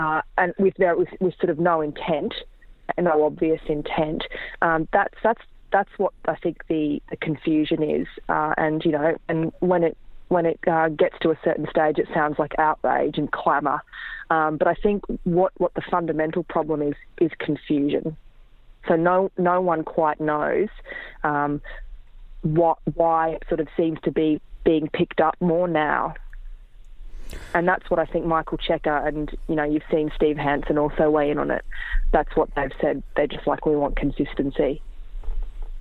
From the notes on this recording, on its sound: phones in from Bangkok